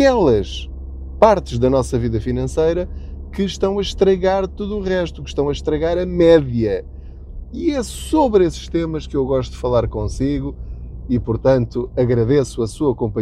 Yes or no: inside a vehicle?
yes